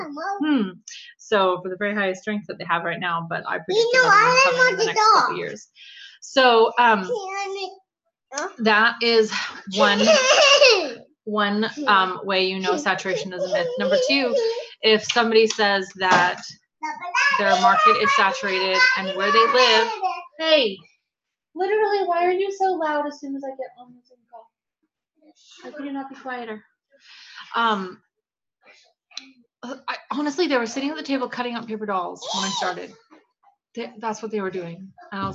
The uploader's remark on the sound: Due to kids the recording was stopped twice, so there are three parts to this evening's talk